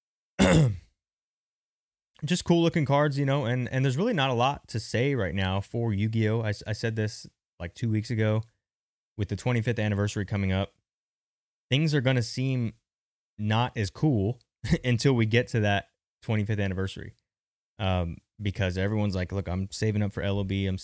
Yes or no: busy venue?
no